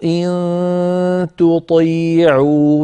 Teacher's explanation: نقول إن تطيع الآية الأخيرة التي قرأناها التقى فيها تاء وطاء والتاء والطاء من المخرج نفسه فعلينا أن نرقق التاء ونفخم الطاء ولا نجعل أحد الحرفين يؤثر على جاره الحرف الآخر إن تطيع